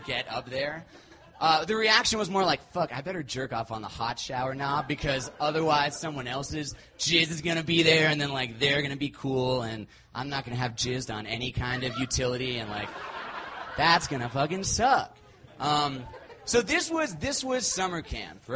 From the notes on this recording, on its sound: These stories were recorded at The Deer Pile on September 19th, 2013 by our good friends at The Denver Diatribe .